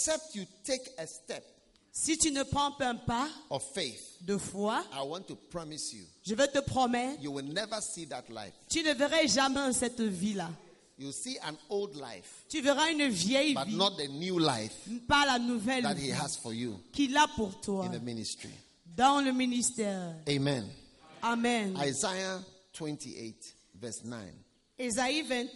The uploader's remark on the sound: Preached at a Healing Jesus Campaign Pastors' Conference in Ebolowa, Cameroon